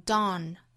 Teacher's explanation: Dawn 相对开口度要更开更大一些 · Term: 美音